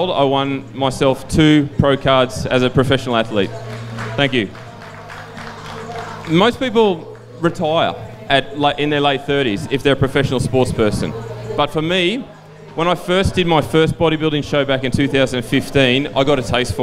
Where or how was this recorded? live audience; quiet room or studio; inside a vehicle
live audience